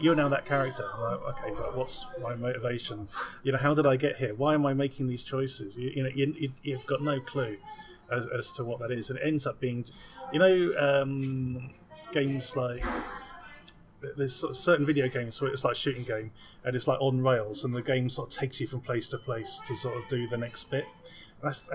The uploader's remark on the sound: Please excuse the background noise on this week's episode. Recorded it in the bar of our hotel, while attending this year's Fighting Spirit Film Festival.